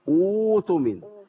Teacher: هبدا بهمزه وصل مضمومه، يبقى هحول الهمزه الساكنه الى واو